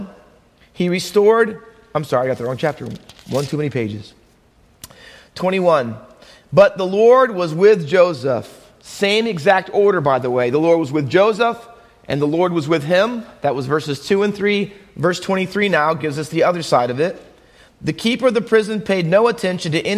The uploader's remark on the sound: Faith Baptist Church in Hamilton, NJ.